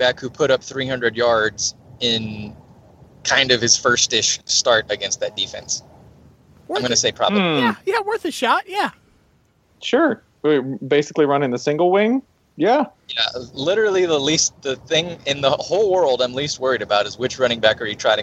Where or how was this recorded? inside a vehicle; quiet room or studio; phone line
inside a vehicle